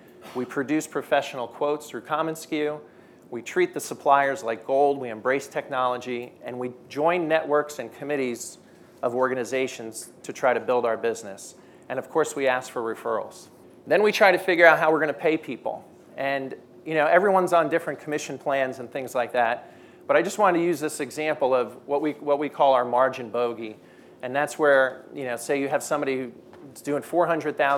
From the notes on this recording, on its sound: At our inaugural skucamp event in Palm Springs, CA, some of the most influential and progressive distributors and suppliers gathered to spend a few days in community, listening to speakers and learning from one another. Today’s skucast episode was recorded at skucamp.